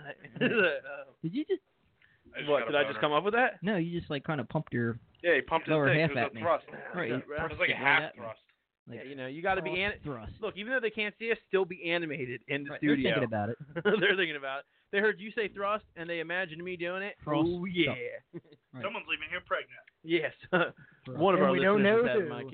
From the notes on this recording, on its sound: calls in live from Super Bowl 52